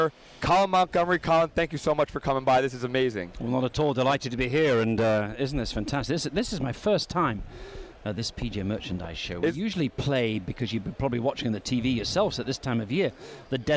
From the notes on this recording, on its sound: recorded in January 2017 at the PGA Show